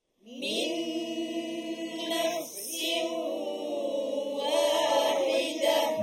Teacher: Dengung dua harakat, masukkan bunyi tanwin ke dalam huruf waw beserta dengung · Term: idgham bi ghunnah